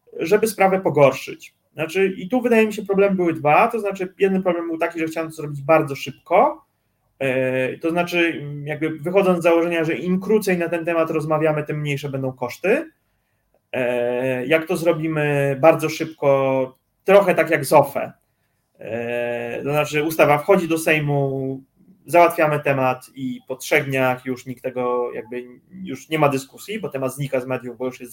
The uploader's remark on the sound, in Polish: Testujemy różne możliwości i opcje sprzętowe, nie obywa się bez wpadek technicznych. Mamy nadzieję, że w ciągu kilku tygodni uda nam się poprawić estetykę programu oraz jakość obrazu i dźwięku.